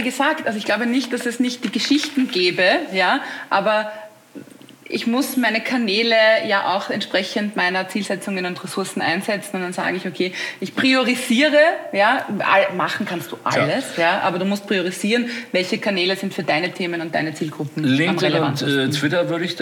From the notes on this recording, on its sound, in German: in unserem Live-Podcast „Monsters of Content Marketing” live vom #KKongress in Berlin